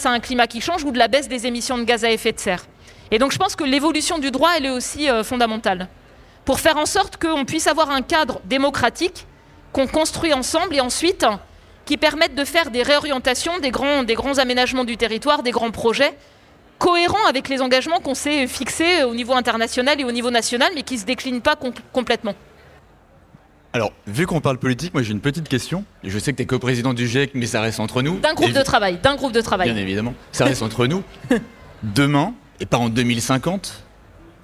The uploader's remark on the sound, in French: Dans cette conférence, nous avons laisser l’occasion à tous nos festivaliers mais aussi aux auditeurs de Brut de pouvoir poser toutes leurs questions. Une session de questions réponses.